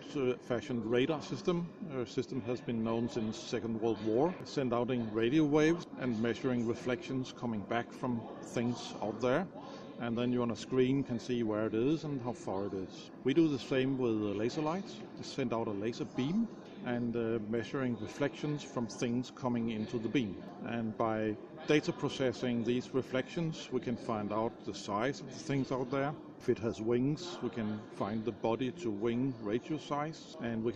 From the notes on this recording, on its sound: Roadtrip Interviews from #CODE_n Festival. Four short interviews in English, within this audio file.